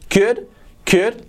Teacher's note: la C fuerte, la L no se pronuncia